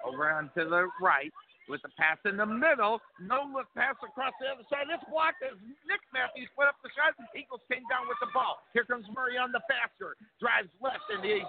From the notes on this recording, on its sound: Live Play-by-Play Texas HS Basketball